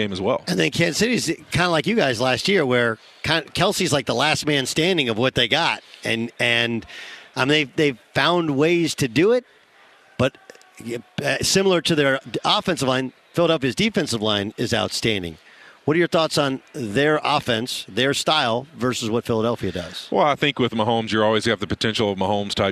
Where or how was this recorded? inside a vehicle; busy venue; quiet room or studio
busy venue